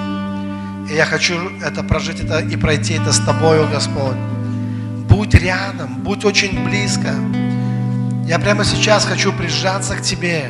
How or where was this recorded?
large echoing room